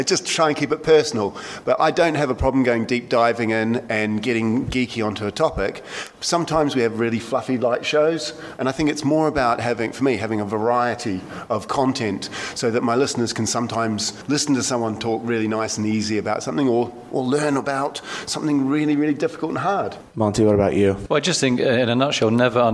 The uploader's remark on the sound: Panel discussion on wine podcasts during wine2wine 2018. Panelists also answer questions from the audience.